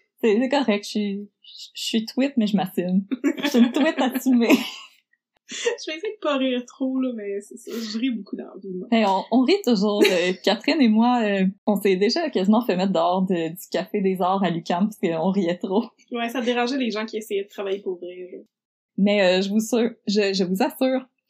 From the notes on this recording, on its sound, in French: La qualité audio de cet épisode n'était pas optimale.